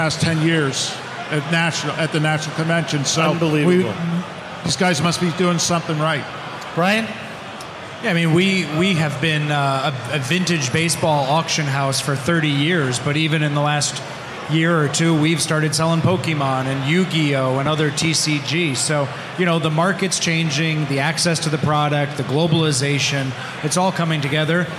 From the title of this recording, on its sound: Broadcasting from the National